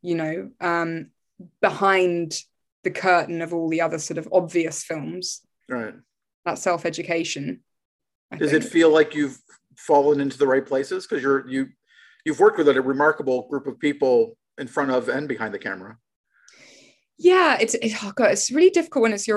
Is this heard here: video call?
yes